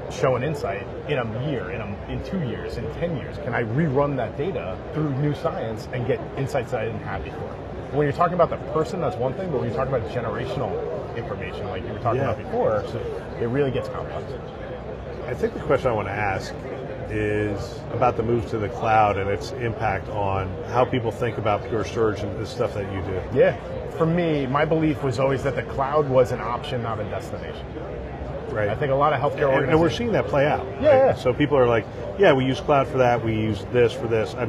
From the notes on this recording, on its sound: Interview in Action live from ViVe 2023